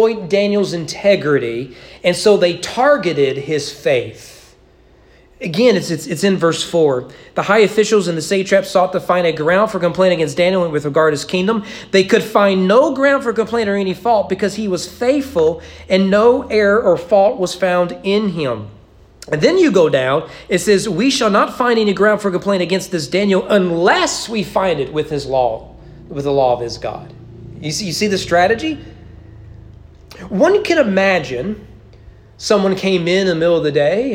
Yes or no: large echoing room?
yes